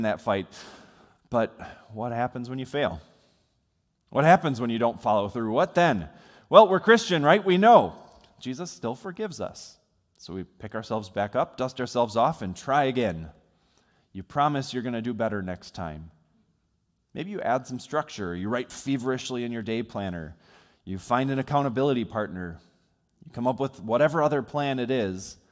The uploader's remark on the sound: Sermon from worship on New Year's Day recorded on January 1 from Salem Lutheran Church in Owosso, MI.